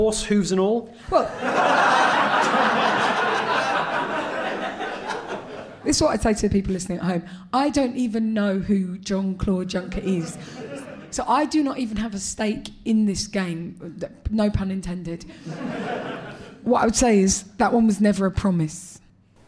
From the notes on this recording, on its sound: Live At The London Agriculture Festival. Recorded live in front of an audience.